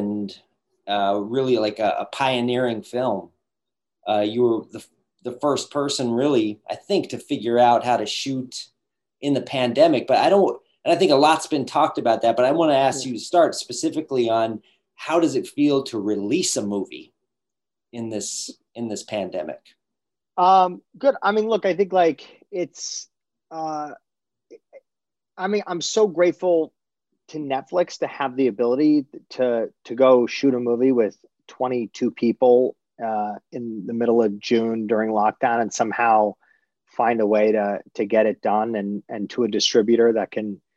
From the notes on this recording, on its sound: in a spoiler-filled virtual Q&A